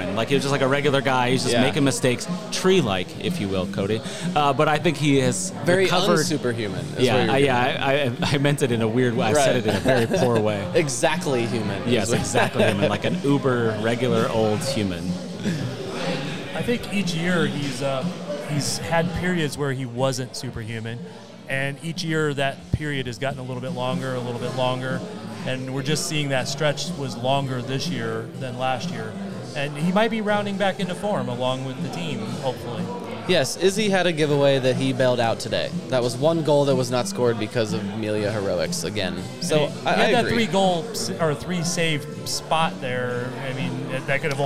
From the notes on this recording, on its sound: We recorded the show just after the final whistle on Saturday from our very first Watch Party at Strange Days Brewing